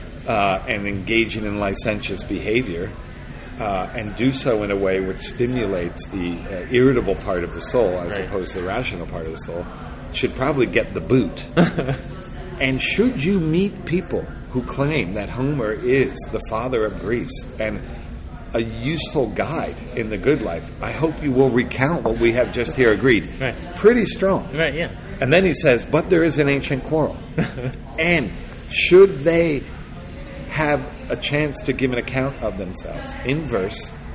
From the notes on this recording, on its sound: The episode was recorded in the restaurant at the Emory Conference Center.